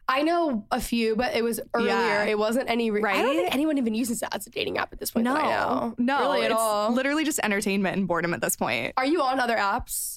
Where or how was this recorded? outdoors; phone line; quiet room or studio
quiet room or studio